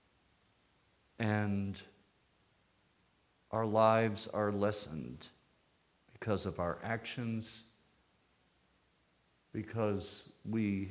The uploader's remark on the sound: Sermon from Christmas Eve Candlelight Service 2018. Today’s episode came from our worship service.